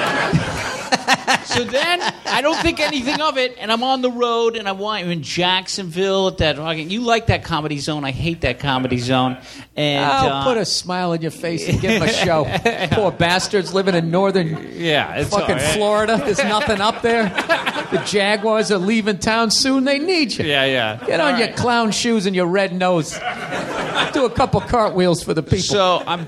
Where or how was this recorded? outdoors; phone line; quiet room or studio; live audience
live audience